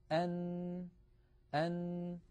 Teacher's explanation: عندما يقرع طرف اللسان منطقة اللثة يخرج حرف النون